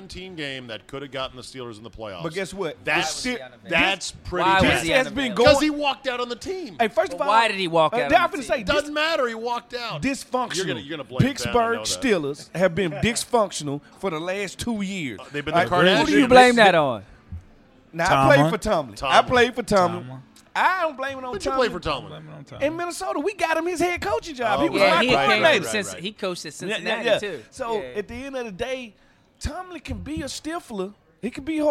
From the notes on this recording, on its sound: RECORDED LIVE at DC PRIME STEAKS in Ashburn VA.